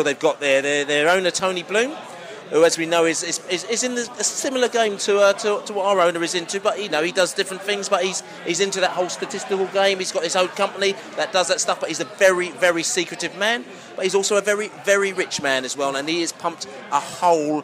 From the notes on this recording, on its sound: Pre-match podcast from the pub. Joins the Beesotted crew at The Banker Pub on The River Thames near Monument.